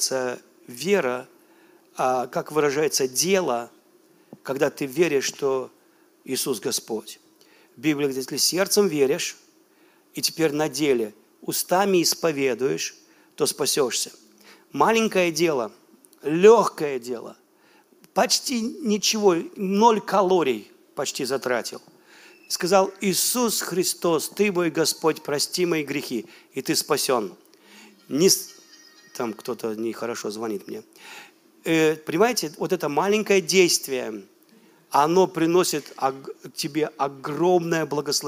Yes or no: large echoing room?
yes